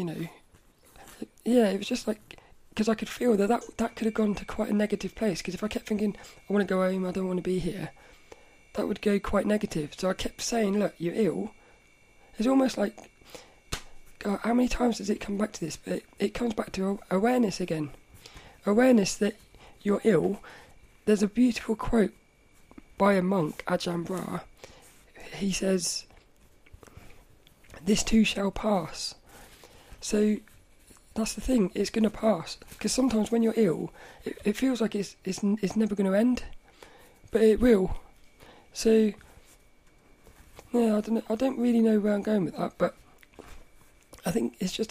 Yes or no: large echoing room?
no